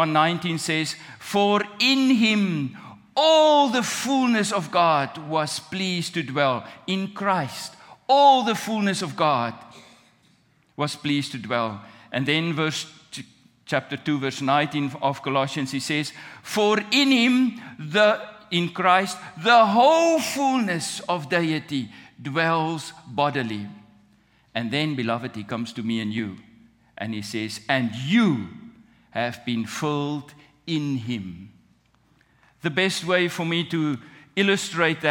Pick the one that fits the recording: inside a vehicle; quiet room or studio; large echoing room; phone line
large echoing room